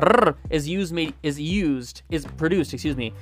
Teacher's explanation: the rrr is produced using the tip of your tongue, but it's not using the back of your tongue. So the tip of your tongue is doing all of the work.